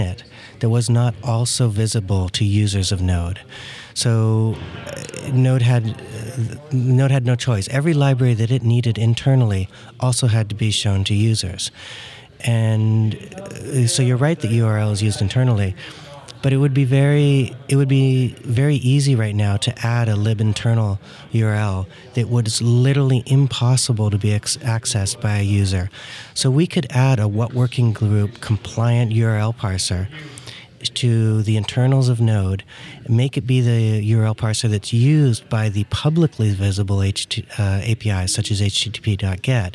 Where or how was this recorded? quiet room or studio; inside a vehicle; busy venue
busy venue